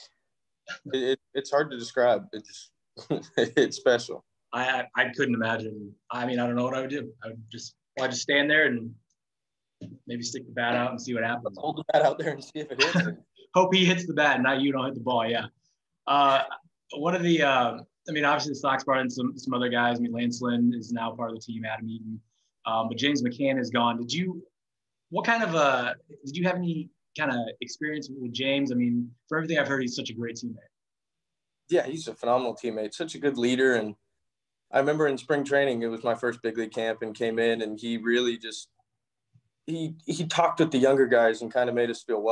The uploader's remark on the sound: via Zoom